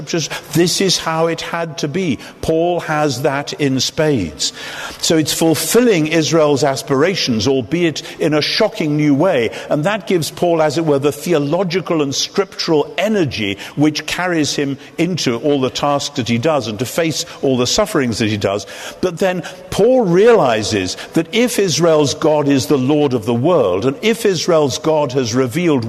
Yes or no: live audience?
yes